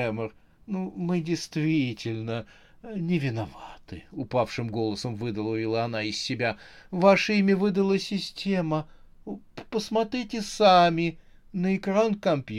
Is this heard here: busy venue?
no